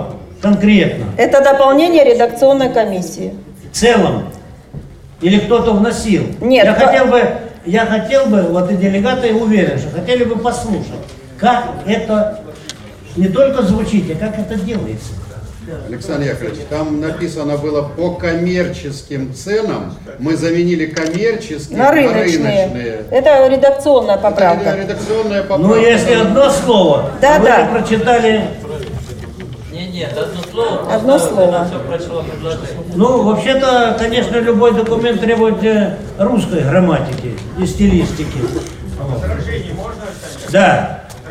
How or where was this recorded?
large echoing room